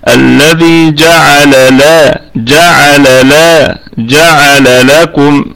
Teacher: لابد أن نظهر الحرفين اللام واللام